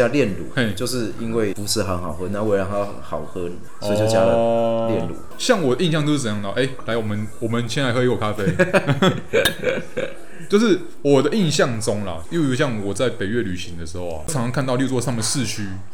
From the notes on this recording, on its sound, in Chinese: 本集白噪音指數：蚊風級 1/5。錄音地點： Kafemera - 卡菲米朗坊。